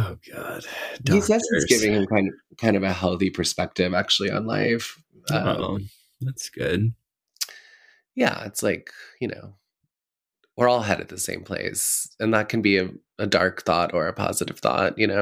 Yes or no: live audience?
no